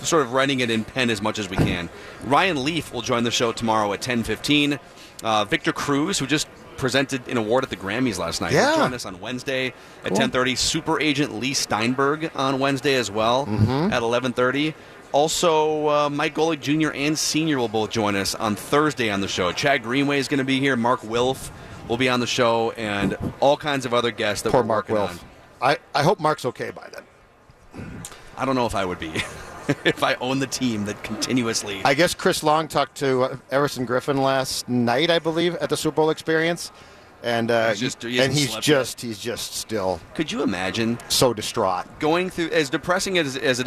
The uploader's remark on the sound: live from Radio Row